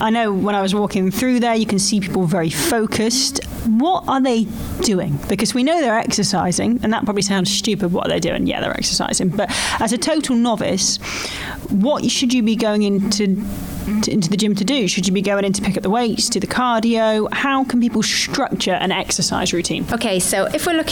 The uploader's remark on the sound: takes us to one of Newport Live’s four gyms across the city